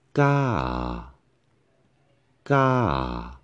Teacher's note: Because the tone start at the low and then goes down, goes up a little bit and then falls down, okay? So tone goes up a little bit and falls down. So this is going to be ga, ga. · Term: falling tone